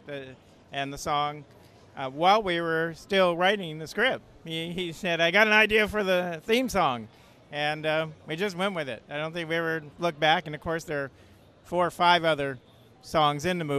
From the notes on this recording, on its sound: Geekscape at San Diego Comic Con 2023 Day 3!